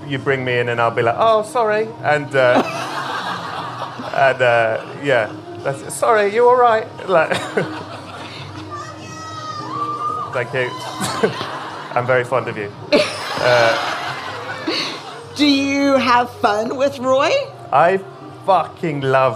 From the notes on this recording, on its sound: Live at ACL Fest. It’s our first LIVE Unlocking Us , recorded at ACL Fest in Austin, Texas.